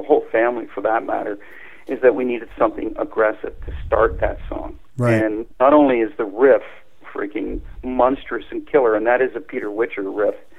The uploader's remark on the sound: called